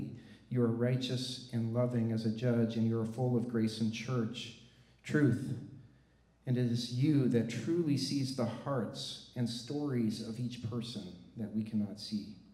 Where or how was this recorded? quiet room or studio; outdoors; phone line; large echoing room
large echoing room